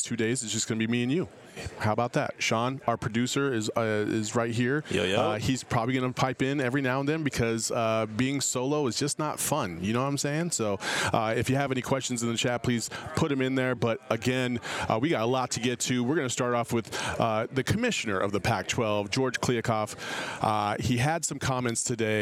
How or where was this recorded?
busy venue